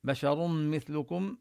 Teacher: النون الساكنة التي في التنوين تدغم في الميم، فنشدد الميم ونبين الغنة فيها